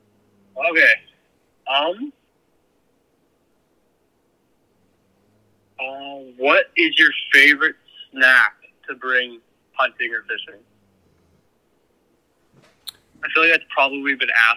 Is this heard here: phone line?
yes